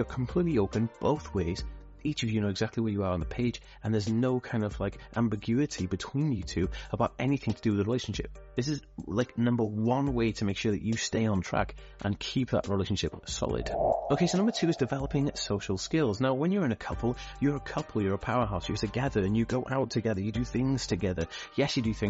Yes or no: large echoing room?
no